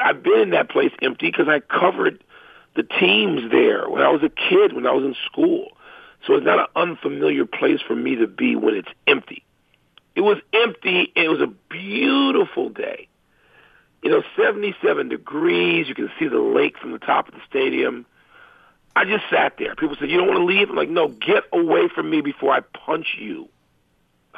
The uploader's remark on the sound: phones